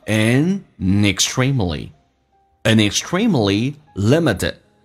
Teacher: extremely 这个 TR 要说成 DR 要被浊化